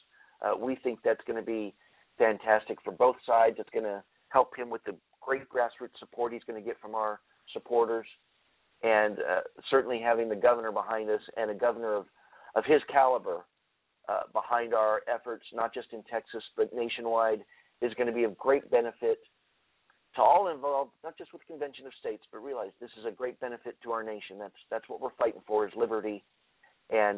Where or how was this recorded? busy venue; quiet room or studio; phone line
phone line